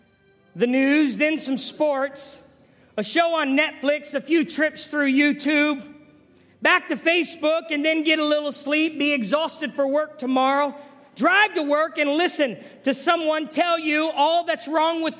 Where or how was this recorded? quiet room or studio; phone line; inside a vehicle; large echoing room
large echoing room